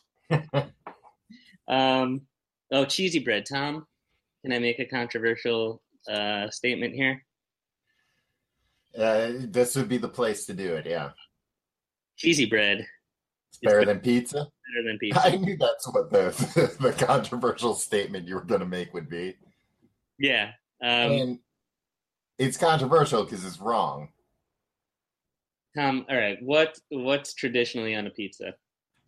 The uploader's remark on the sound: May 2017 Google Hangout Audio